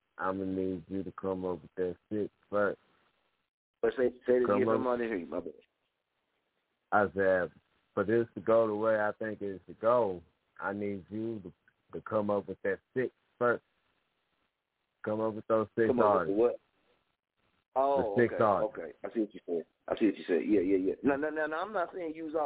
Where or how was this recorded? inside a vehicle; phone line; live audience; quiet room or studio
phone line